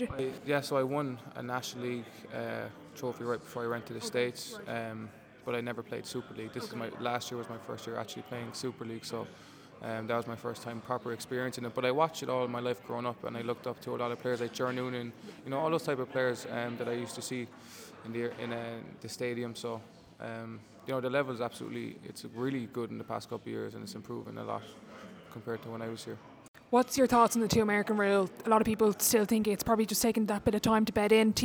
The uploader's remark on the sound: This episode was recorded live at the media launch of the redevelopment plans for the national basketball arena. Recorded using Samson Q2 microphone, Edited using GarageBand.